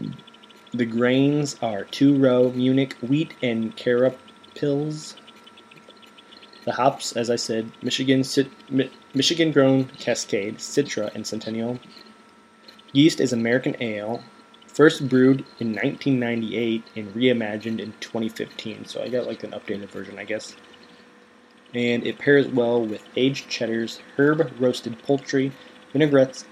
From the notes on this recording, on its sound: There is a slight buzzing noise coming from the computer fan throughout the episode.